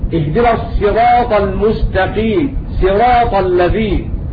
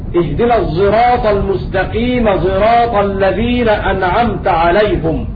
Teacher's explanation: ومعنى هذا أن المشار إليه في البيت والصاد كالزاي ضفى الضاد رمز لخلف عن حمزة والقاف رمز لخلاف عن حمزة قرأ خلف بإشمام الصاد زايا ومعنى الإشمام خلط صوت الزاي خلط صوت الزاي بالصاد · Shown in: second take